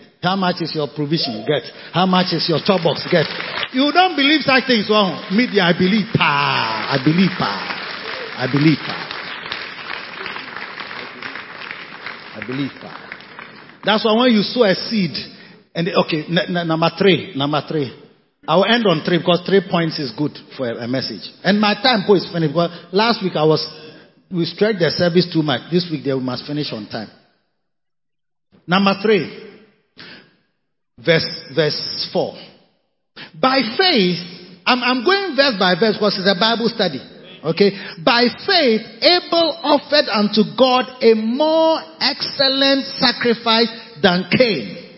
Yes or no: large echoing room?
yes